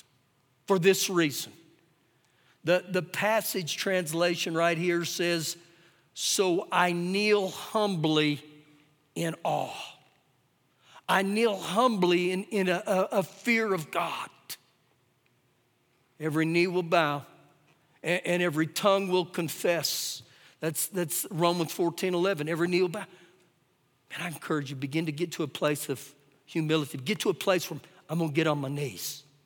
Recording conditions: large echoing room